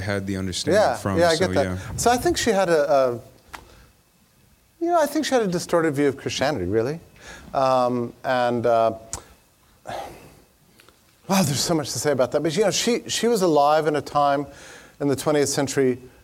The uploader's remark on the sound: This presentation was delivered as part of the 2015 Acton Lecture Series.